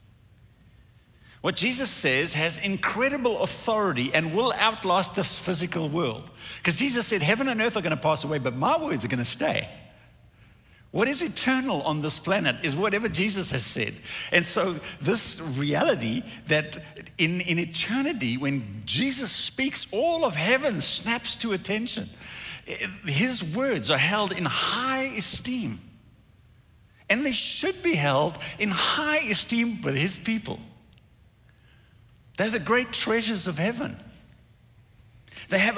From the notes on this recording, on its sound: Recorded at Northlands Church on March 14, 2021.